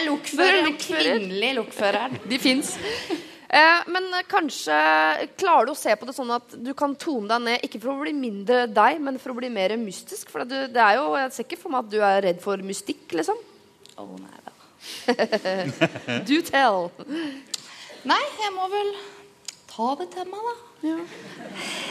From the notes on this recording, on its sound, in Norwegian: Lørdagsrådet live fra Chateau Neuf. Opptak fra live-show på Chateau Neuf.